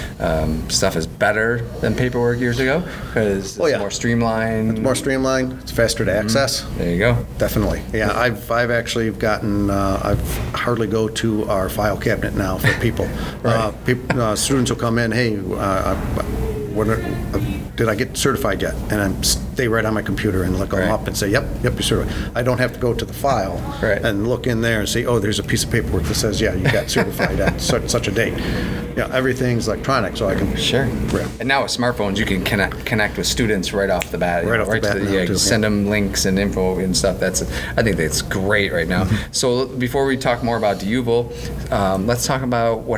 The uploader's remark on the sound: Recorded at This Little Pig Restaurant.